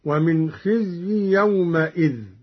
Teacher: قرأ قالون بفتح الميم من يومئذ هكذا: ومن خزي يومئذ، على أنها حركة بناء لإضافته إلى غير متمكن.